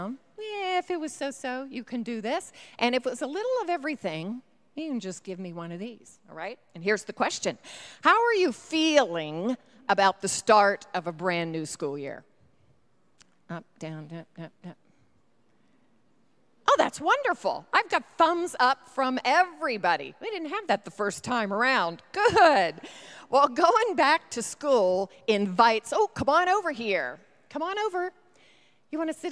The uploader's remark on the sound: Recorded live during the Sunday worship service.